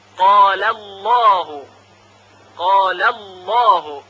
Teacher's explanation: لام اول یعنی لام قاله ترقیق میشه و لام الله تفخیم